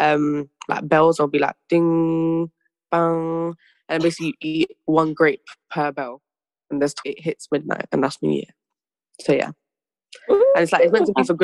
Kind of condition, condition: link, video call